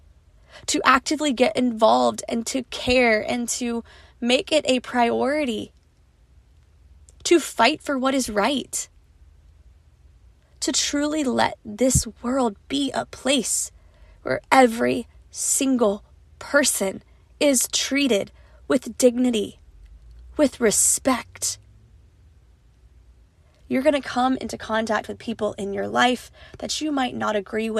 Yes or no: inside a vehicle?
yes